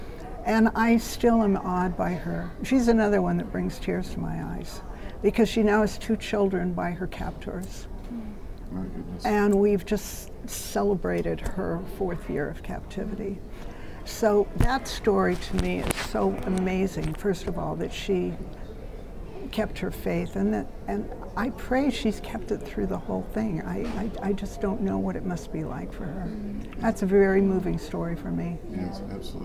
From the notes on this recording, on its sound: The IRF Summit Authors' Corner took place at the IRF Summit 2022 in Washington, D.C.